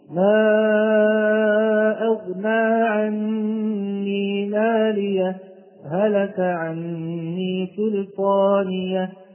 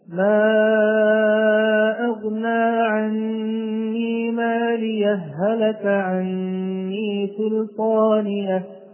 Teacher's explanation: شددت الهاء الثانية في كلمة هلك · Shown in: second take · Term: وجه الإدغام